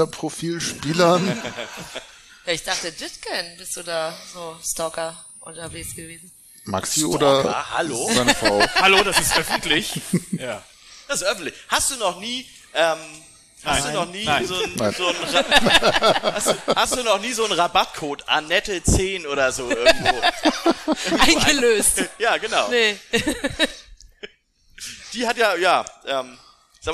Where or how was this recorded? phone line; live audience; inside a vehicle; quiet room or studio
live audience